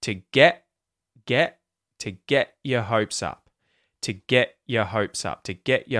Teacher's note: You have a T with a certain vowel sound after, a certain consonant sound after the T that instead of muting it in the mouth, you mute it in the throat using the glottal stop